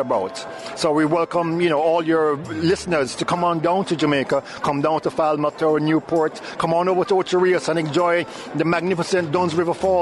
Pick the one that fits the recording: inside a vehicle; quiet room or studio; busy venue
busy venue